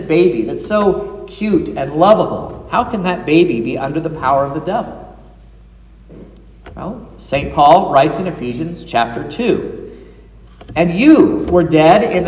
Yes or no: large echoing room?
yes